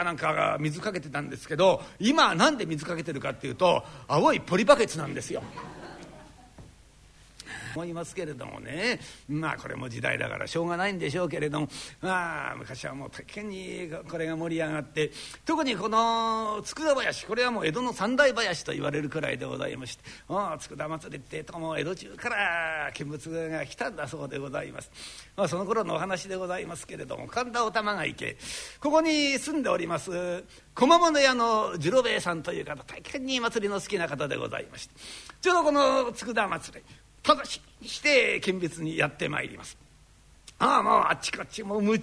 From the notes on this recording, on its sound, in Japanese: 築地本願寺・ブディストホールにて収録した